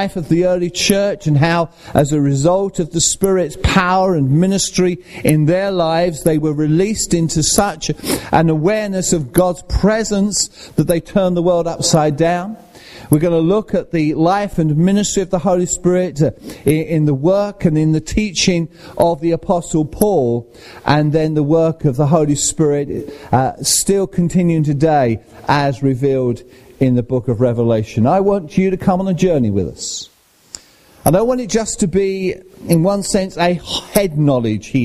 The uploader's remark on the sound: at Rayleigh Elim Pentecostal Church.